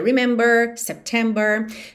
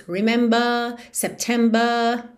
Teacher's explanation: Já o inglês britânico tende a não enrolar a língua e alongar um pouco a vogal anterior. · Shown in: second take